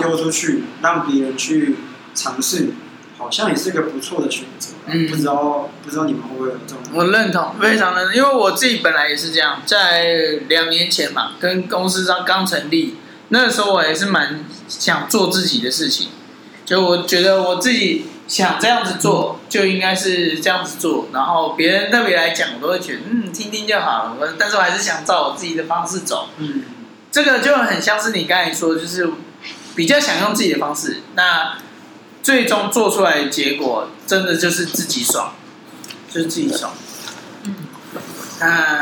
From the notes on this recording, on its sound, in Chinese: 錄音地點｜ 藍色咖啡館 108台北市萬華區大理街131號